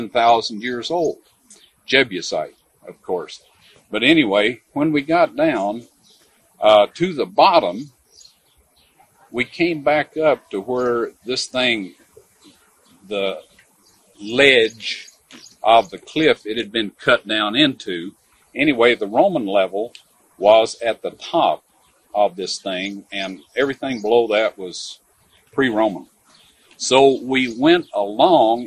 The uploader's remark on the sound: Taped this session at the Garden Tomb of Jesus in 1991.